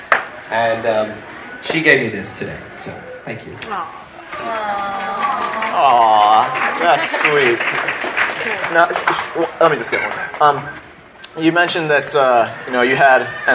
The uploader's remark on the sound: Here's the audio to our interview from Anime Festival Orlando 2007. None of us have ever done a live interview before prior to this.